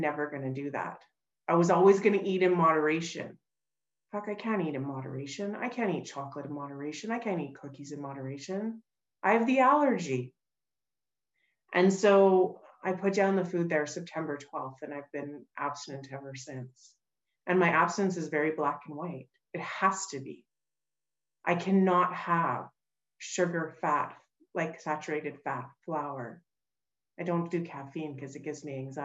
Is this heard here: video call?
yes